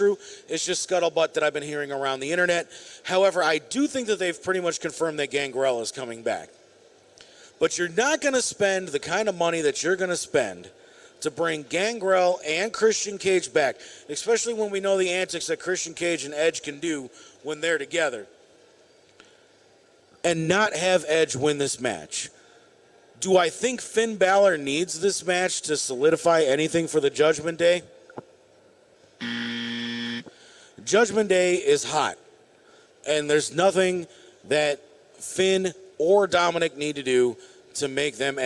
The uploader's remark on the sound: LIVE from the Summit Racing Equipment Piston Powered Auto-Rama!